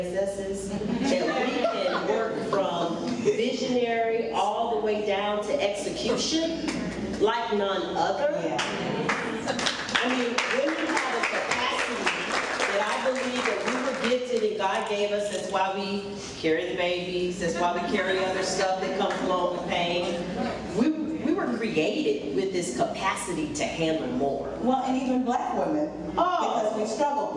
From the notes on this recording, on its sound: Complete with an enthusiastic LIVE audience from the Lincoln Experience at The Star at Dallas Cowboys World Headquarters.